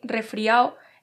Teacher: hay una pérdida de la D intervocálica